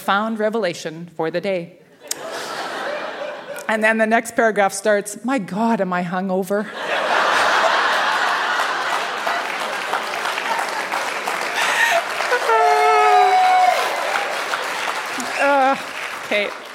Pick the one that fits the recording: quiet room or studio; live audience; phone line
live audience